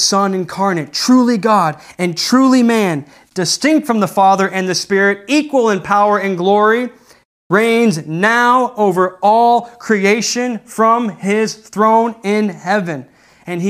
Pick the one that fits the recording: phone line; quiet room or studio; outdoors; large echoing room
large echoing room